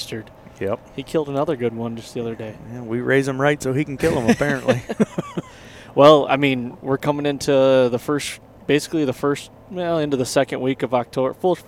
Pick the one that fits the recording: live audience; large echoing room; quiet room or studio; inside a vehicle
inside a vehicle